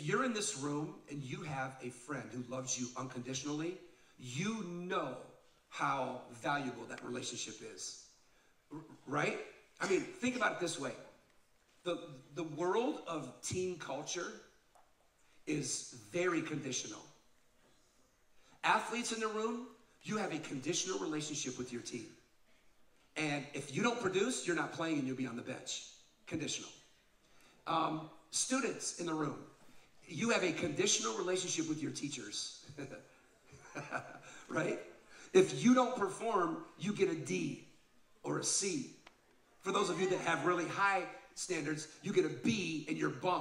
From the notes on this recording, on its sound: Live Podcast From Oregon.